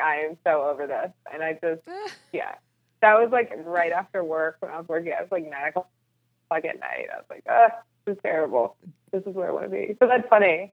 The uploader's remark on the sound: Despite the technical challenges the internet did not want us to be great! Although not the best quality, we powered through with the podcast regardless via phone.